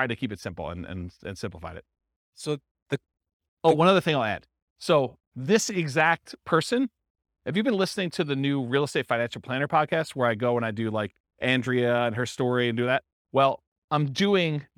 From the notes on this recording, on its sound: This was a live class recorded